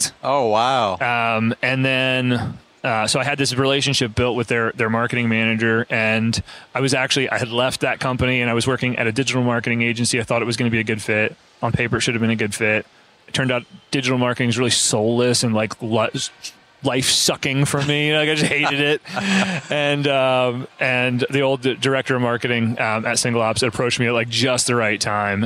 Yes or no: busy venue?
yes